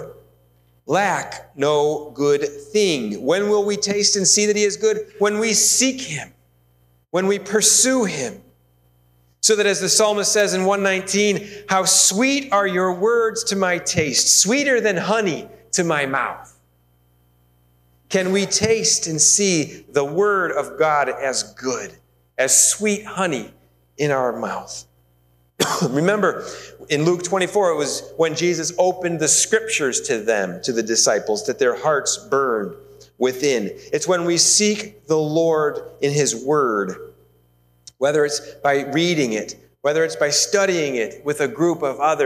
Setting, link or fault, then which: setting, large echoing room